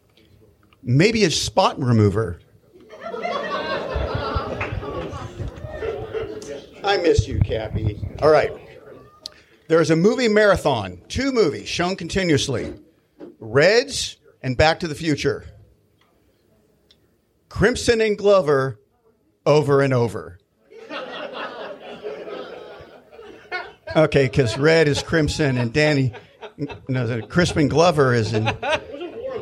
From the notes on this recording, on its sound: Pun-Off Dinner 2019. Our first ever live audience recording!